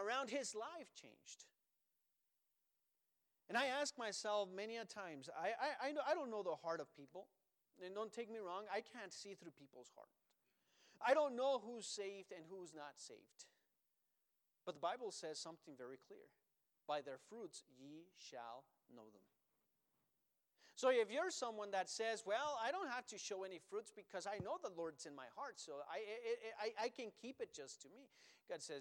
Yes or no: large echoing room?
yes